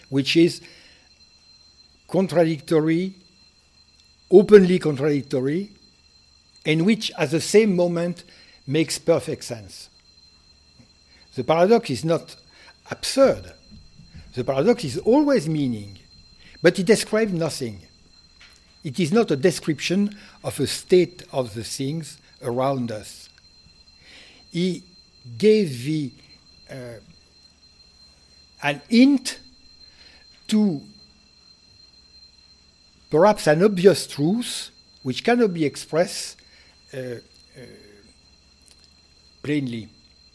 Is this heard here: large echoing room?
yes